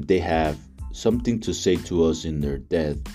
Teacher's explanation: the pronounced sibilance hisses, snake-like, and sometimes even spits when paired with the plosive consonant P and T